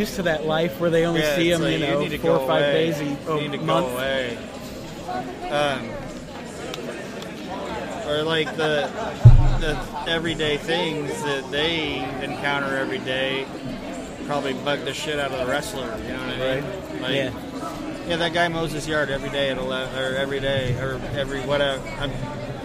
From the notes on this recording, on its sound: This week, we are on location at the Heroes and Legends Wrestling convention in Fort Wayne, Indiana.